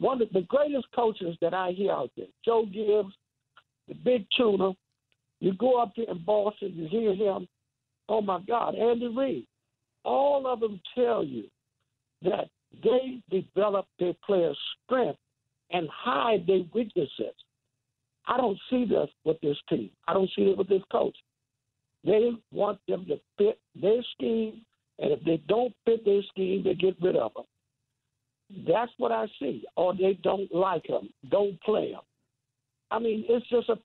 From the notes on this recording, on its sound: Fans call in to give thoughts as well.